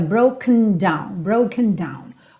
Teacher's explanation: Percebe que esse broken, esse E não aparece muito, não é broken down, fica broken down, broken down, ok? A sílaba tônica é a primeira, então naturalmente a tendência da palavra realmente é ir murchando depois da sílaba tônica, e ainda mais esse N no final da palavra faz com que ela feche mesmo, ok?